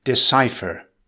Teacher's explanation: Decipher. It's a verb with three syllables. Stress the second syllable.